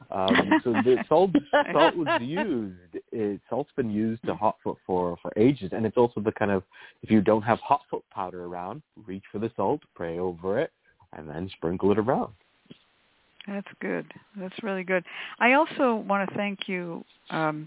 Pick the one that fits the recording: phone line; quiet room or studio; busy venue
phone line